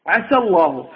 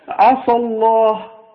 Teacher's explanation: لو هذه السين فخمناها قليلا وجعلناها صادا لأصبح كلام كفري · Shown in: second take